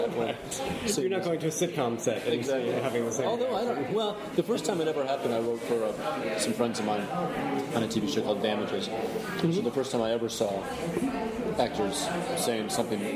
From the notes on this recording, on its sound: Recorded at a cafe in Brooklyn. There is a lot of background noise in this interview! It gets a bit better halfway through.